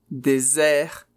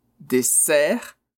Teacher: le son z, désert, c'est le deserto. Et le son s, dessert, c'est-à-dire sobremesa